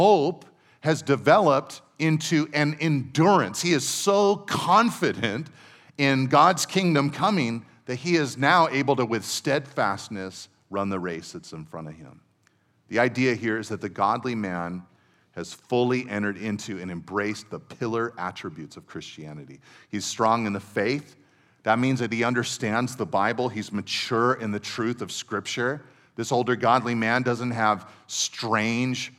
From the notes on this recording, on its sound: Second session at our 2023 Men’s Conference